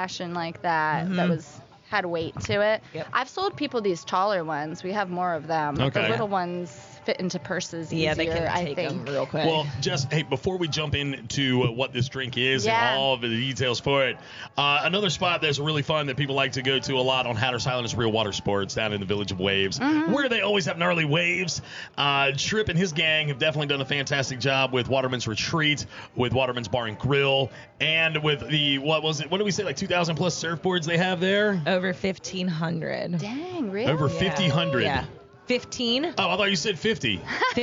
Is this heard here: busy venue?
yes